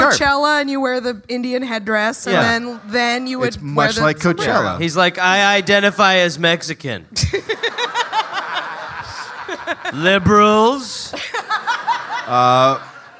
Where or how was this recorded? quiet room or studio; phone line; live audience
live audience